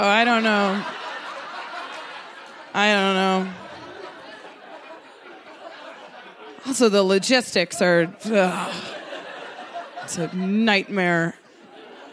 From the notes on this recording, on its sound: She told this story in front of a live audience at Buntport Theater; the theme of the evening was “Ghosts.”